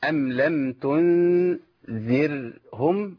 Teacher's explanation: المفروض ان انا الراء عندي ساكنة ما سيبش مخرجها ولا فك مخرجها الا لما ينتهي الصوت · Term: الراء الساكنة